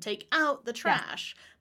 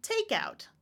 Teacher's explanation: Stress on the preposition, take out the trash, but I'm going to get some takeout, stress on the first word in this case.